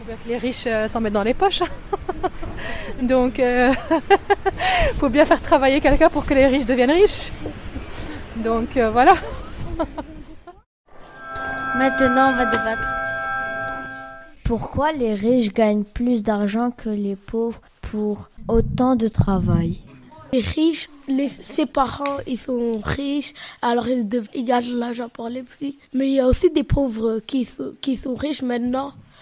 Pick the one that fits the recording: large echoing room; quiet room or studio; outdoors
outdoors